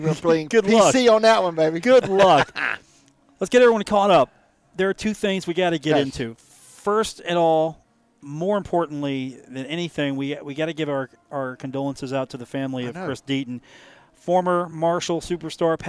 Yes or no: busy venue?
yes